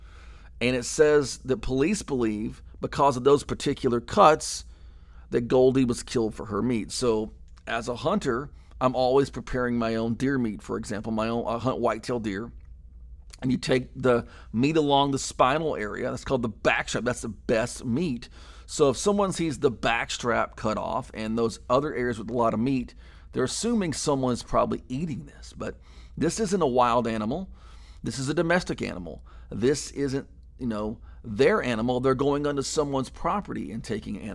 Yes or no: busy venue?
no